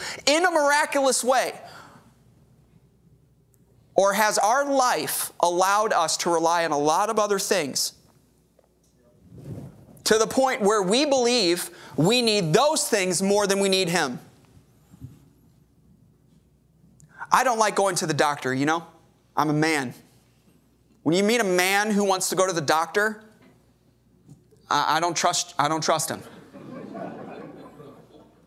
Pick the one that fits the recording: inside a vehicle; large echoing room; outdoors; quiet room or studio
large echoing room